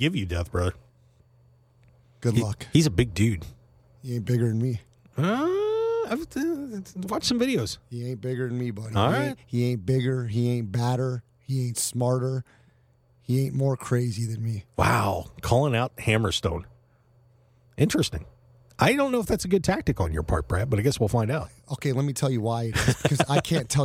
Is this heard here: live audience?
no